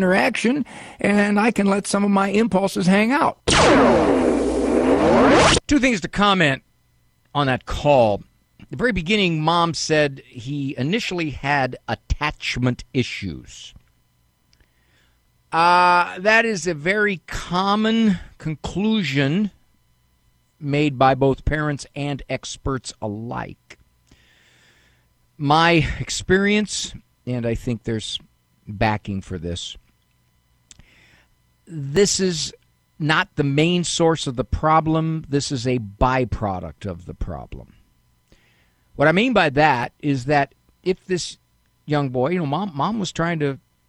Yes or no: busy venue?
no